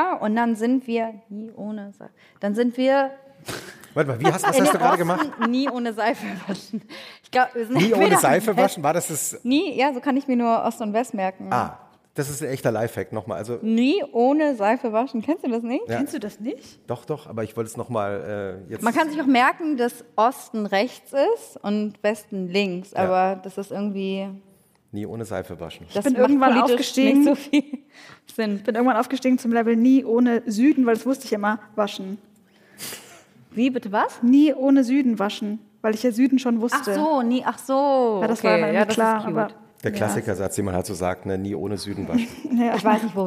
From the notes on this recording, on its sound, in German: Die live auf dem ZEIT ONLINE Podcast-Festival aufgezeichnet wurde.